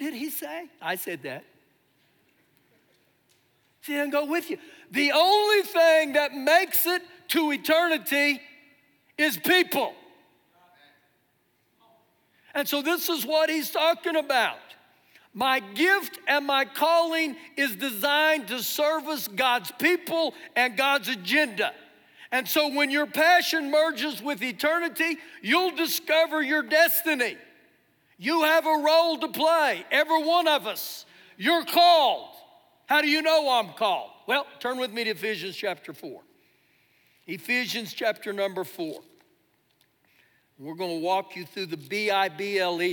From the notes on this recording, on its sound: Recorded live during our Sunday morning service